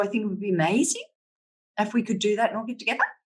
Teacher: And the other one's uptalk. So at the end of every sentence going up